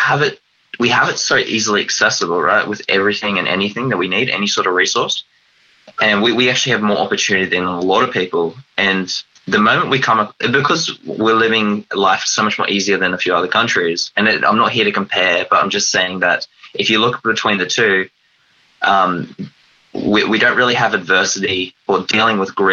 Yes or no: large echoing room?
no